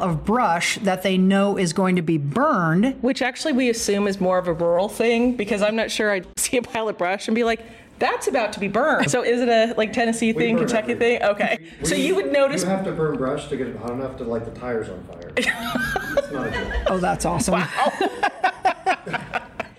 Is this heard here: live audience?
yes